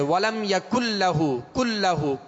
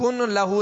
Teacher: یہاں نون ساکن کے بعد لام ہے، لہذا لام کو ہم نے، نون کو لام میں داخل کیا، ملا دیا اس میں. اب نون کی کوئی صفت باقی نہیں رہے گی، یعنی اس میں غنہ نہیں کریں گے بغیر غنے کے · Shown in: first take · ولم یکل لہ، کل لہ، کن لہ نہیں پڑھیں گے. · Term: ادغام